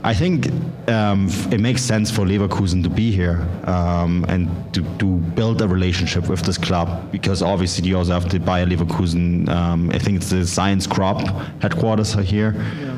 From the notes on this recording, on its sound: the live audio from the pre-match event